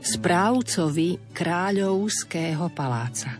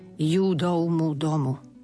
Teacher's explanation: Dávajme si pozor, to V v strede slova je vždy ako U